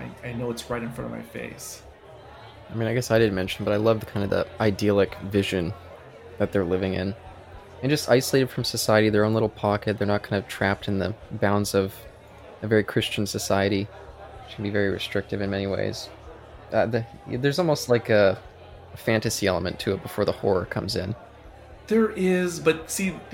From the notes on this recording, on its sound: This discussion was filmed in front of a live bar-side audience on Feb.